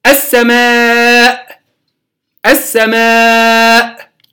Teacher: طيب نضرب أمثلة، كلمة السماء، السماء هنا حرف المد أتى هو والهمز في كلمة واحدة، اتصل الشرط وهو حرف المد نفسه والسبب وهو الهمز، فمددنا حرف المد، زدنا على المد الطبيعي